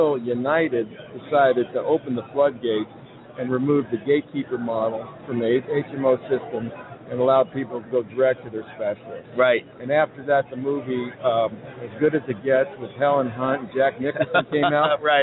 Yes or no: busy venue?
yes